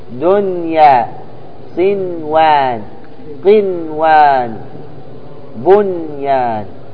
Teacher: دنيا نون واضحة مظهرة بدون غنة